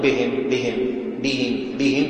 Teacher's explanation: بمجاورتهما حروف التفخيم باء باطل والألف رقيقة باطل باء بهم بهم ينبغي إخلاص الكسر في الباء وترقيقها